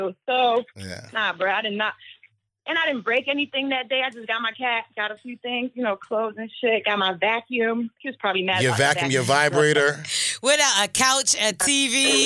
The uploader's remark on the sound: Today's episode we start off with some more voicemails. Opened up the phone lines.